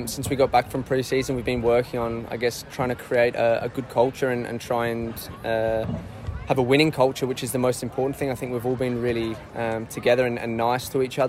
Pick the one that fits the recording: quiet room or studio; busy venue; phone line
busy venue